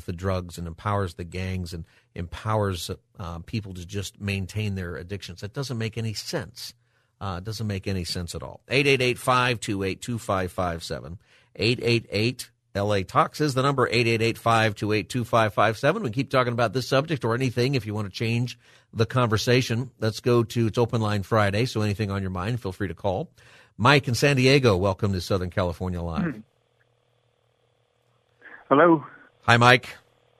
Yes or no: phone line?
yes